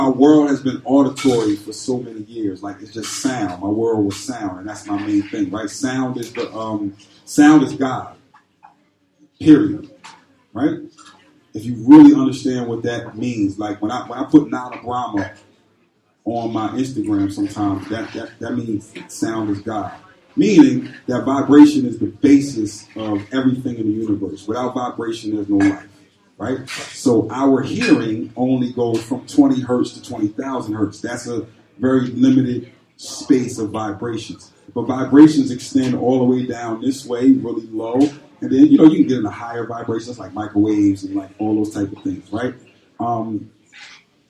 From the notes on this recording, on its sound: We are live from the beautiful G Star Brooklyn store at 118 N 4th St, Brooklyn, NY 11249. This is our first stop on the tour so we hope you enjoy.